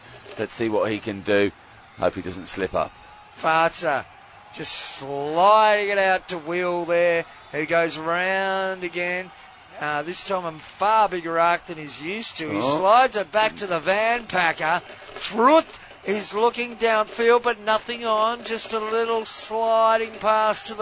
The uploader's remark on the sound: We are live from the only Hockey party in town.